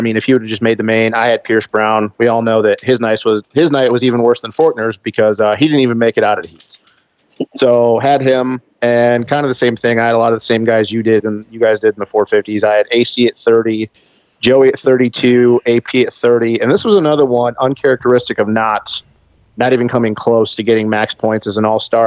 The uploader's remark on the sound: The guys get on the phone